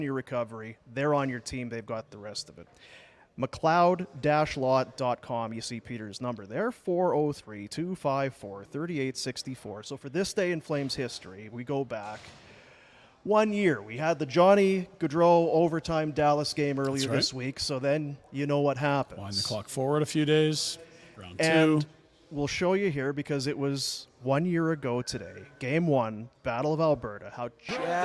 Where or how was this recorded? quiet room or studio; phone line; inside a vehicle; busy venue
busy venue